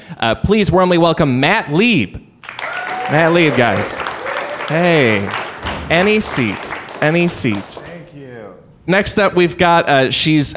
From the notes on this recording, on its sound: LIVE at UCB Sunset. Their audience.